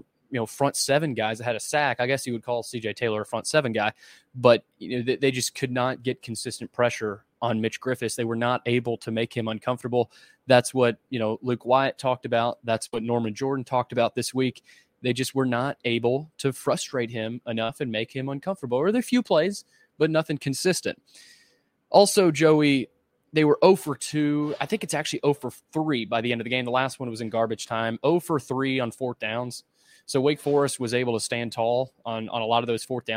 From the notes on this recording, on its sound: Report from Allegacy Stadium in Winston Salem for an instant reaction following Vanderbilt's 36-20 loss to Wake Forest.